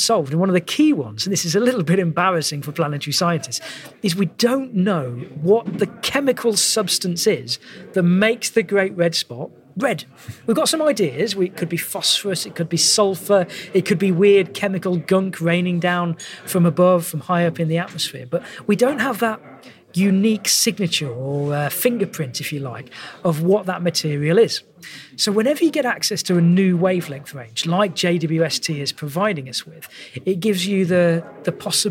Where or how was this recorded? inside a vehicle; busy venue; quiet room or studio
busy venue